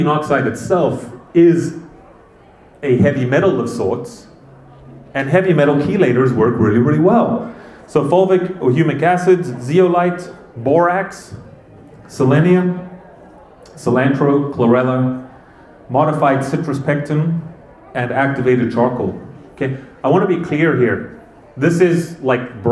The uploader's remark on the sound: This was a live presentation I did at the Whole Health Fair with our local community.